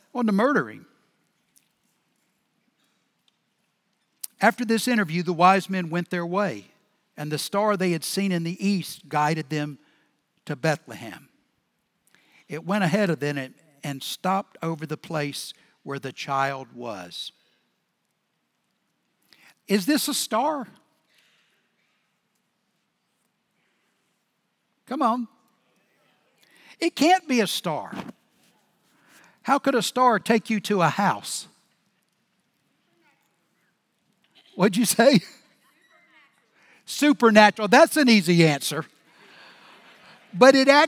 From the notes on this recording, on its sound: Recorded Live at Brookwood Church on 12.17.2023